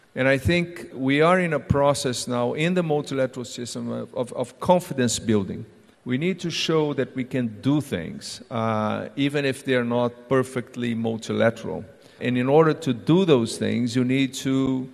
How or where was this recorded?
busy venue